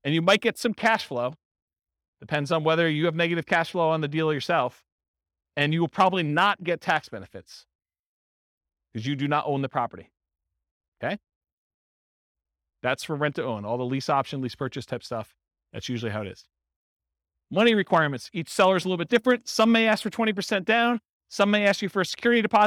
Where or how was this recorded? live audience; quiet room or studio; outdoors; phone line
live audience